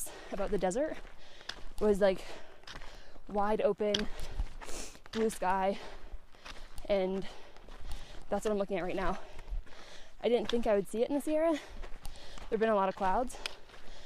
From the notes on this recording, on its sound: decided to do a solo pod while hiking!